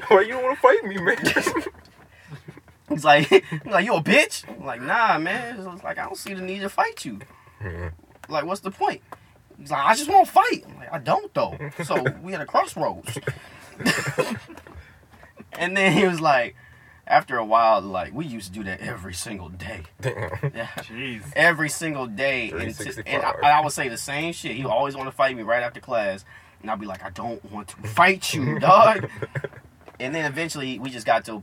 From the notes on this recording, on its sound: Three Dudes in the Car.